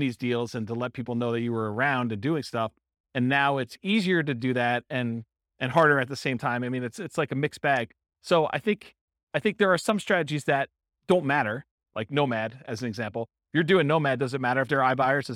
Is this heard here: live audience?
yes